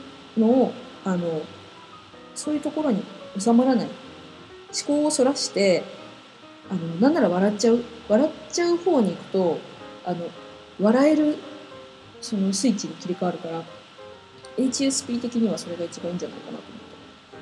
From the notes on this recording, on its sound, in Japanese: パソコンのフィンが回っちゃって雑音多いです